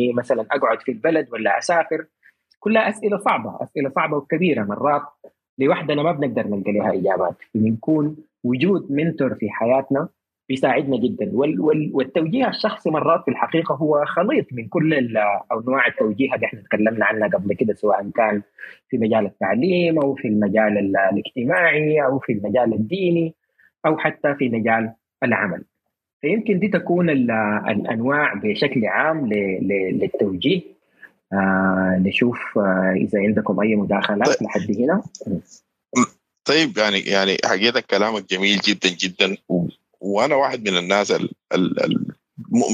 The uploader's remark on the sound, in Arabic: تسجيل لمساحة ابن رشد الأسبوعية على منصة تويتر